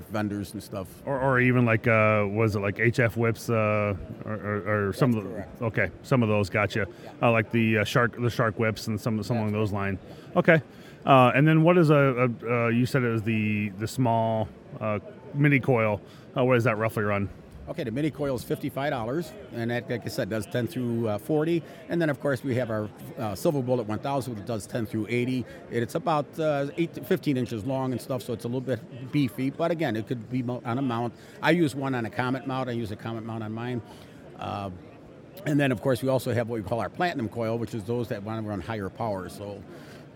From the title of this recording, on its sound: Huntsville Hamfest Live